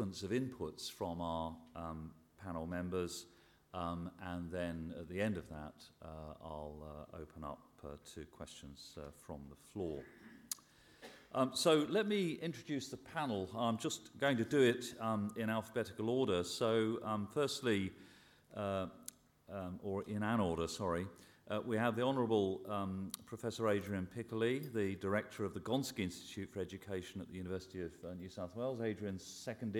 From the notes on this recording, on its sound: Audience Q&A. A Sydney Ideas event held at the University of Sydney.